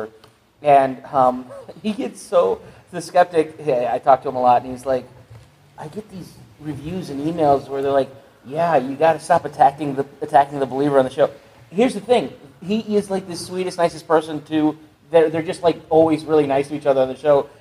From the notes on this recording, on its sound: Wizard World Paranormal Podcast Panel. We thought we would pull back the curtain a little, and share the audio from the panel.